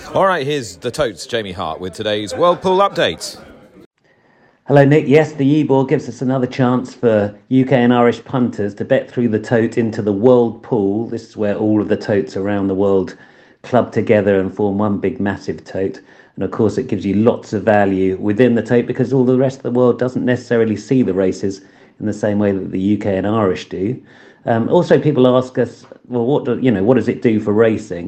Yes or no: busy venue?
yes